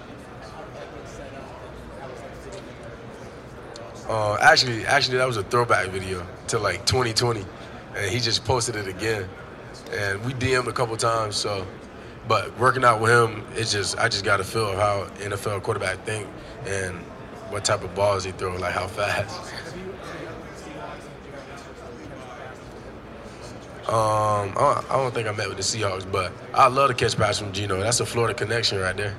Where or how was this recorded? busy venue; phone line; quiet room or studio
busy venue